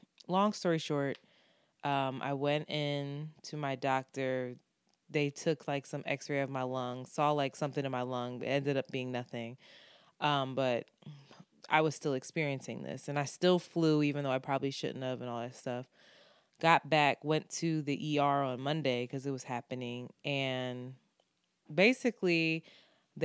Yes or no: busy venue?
no